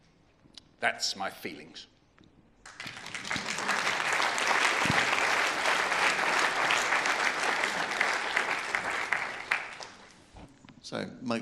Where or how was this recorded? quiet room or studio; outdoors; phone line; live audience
live audience